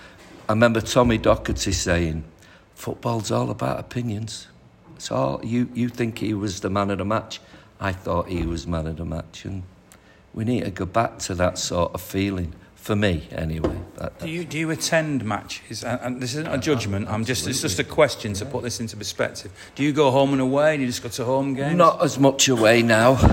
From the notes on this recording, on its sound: live at the Bury MCFC official supporters